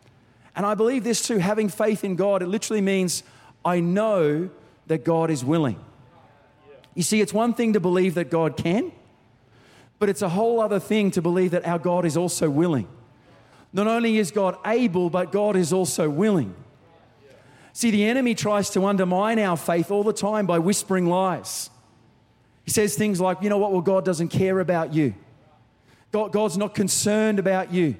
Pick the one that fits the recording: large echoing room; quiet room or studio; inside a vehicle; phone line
large echoing room